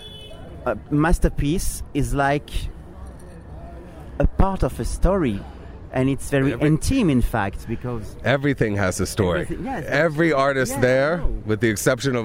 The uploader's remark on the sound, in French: Reykjavik Fashion Festival - Iceland. Interview pendant Reykjavik Fashion Festival en Iceland.